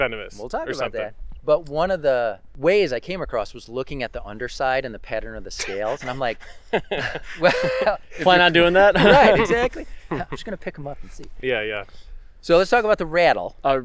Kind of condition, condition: setting, outdoors